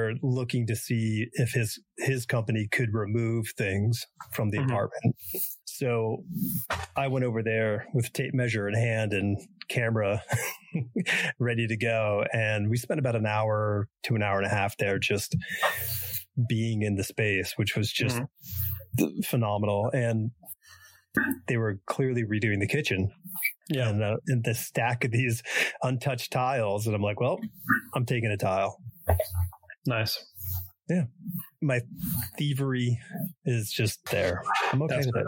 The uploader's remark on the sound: The audio in gets a little harsh on this one. Apologies, I’ve since resolved the issue.